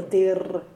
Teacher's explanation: When there's an R at the end of a syllable, we do need to acknowledge that it's there with the upside-down bright A sound. · IPA: [ ɐ ]